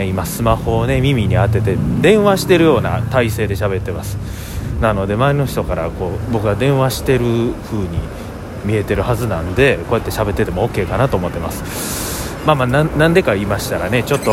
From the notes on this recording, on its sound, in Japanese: 長堀橋から難波に向かって歩きながらのおしゃべりです。